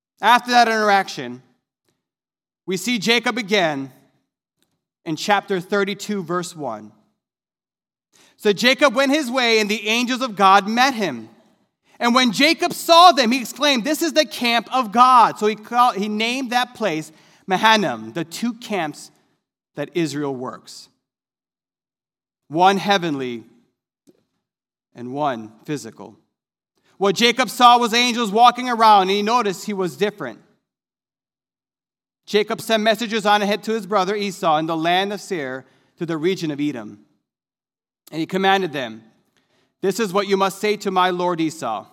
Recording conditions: large echoing room